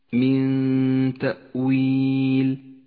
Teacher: من تأويل إخفاء النون الساكنة إذا جاء بعدها حرف التاء، تخفى مع بقاء غنة للنون زمنها حركتان من غير تشديد